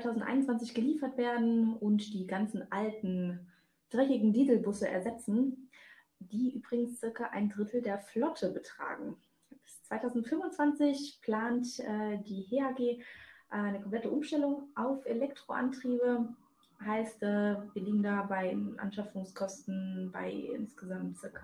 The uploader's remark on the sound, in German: Ich hatte eine erfolgreiche Zeit auf der Intercharge Networking Conference und entschuldige daher die Soundqualität sowie mögliche Missverständnisse die durch die Aufnahme übers Internet passieren.